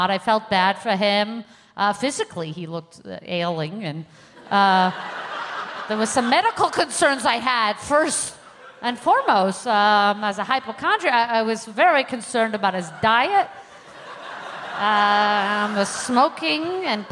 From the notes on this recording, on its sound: Recorded 20 January 2020 at The Neptune Theater in Seattle.